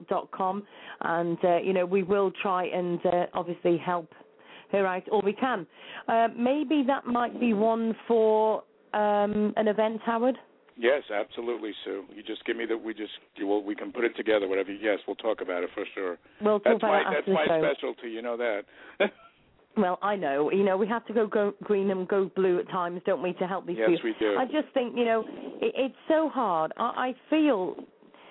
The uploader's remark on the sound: Call